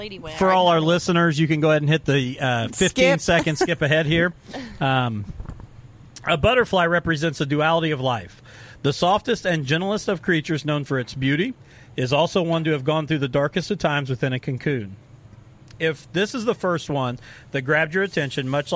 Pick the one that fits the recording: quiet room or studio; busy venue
busy venue